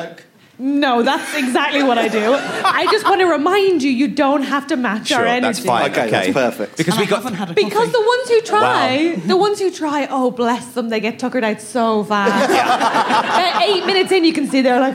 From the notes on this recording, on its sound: onstage at the Cheerful Earful festival for an episode of Trusty Hogs